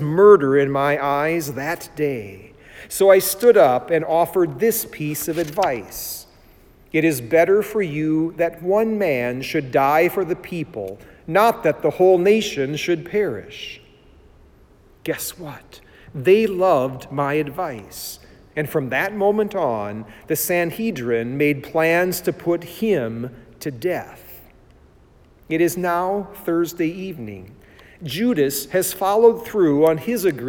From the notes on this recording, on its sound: It was preached at Saint John Lutheran Church in Sycamore, Illinois on 25 March 2020.